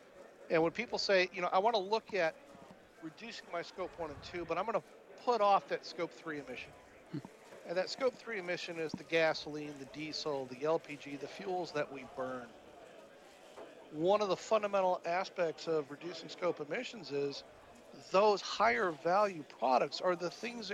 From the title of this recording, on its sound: Live at AFPM